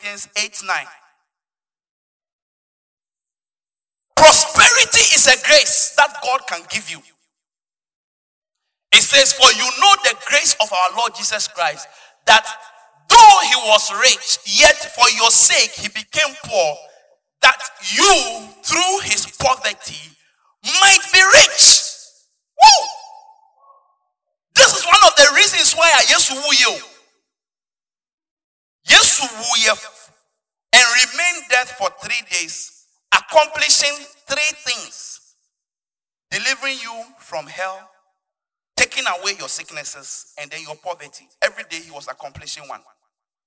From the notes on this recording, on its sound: Preached at Gospel Salvation Church Akim Oda, Ghana at the Inspiration Morning Service on Sunday 15th March 2020